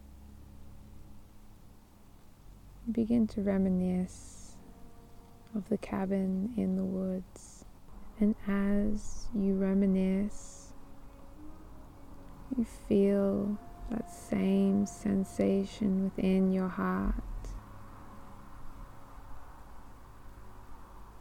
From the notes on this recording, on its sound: This weeks guided meditation is a live recording from the woods of Muskoka in Ontario Canada. Listening to the gentle sounds of the wind blowing through the pine trees and birds singing as they dance through the branches.